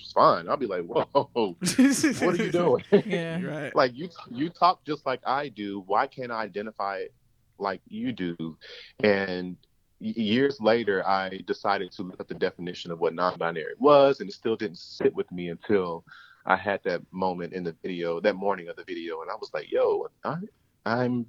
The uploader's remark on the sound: The last segment features a phone interview